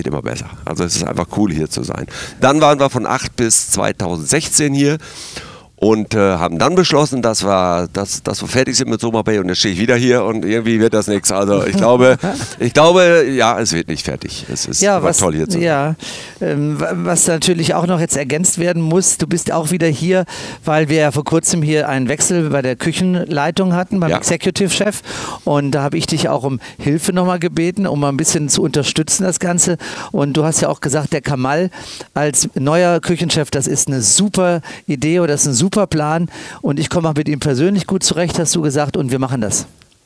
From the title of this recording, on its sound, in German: live am Strand im ROBINSON Soma Bay